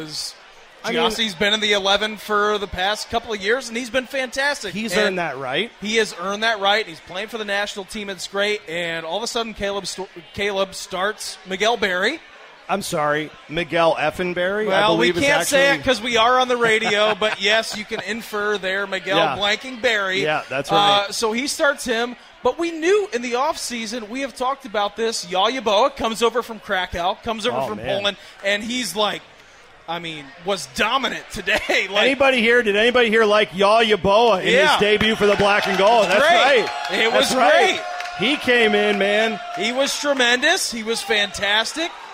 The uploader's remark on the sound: LIVE from the Pub at the LDC for a postgame show.